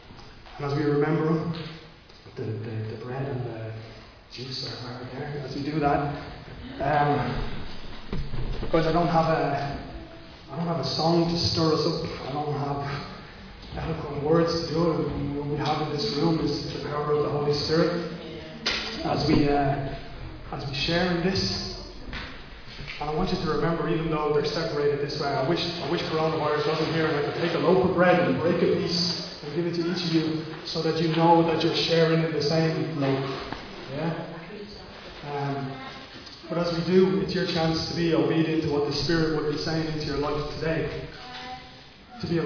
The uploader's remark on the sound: Recorded live at Liberty Church on 19th July 2020